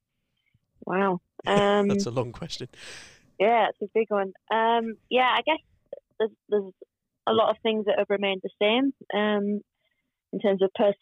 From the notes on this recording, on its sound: In a slightly different Pod from usual. On the phone (it's all getting technical!).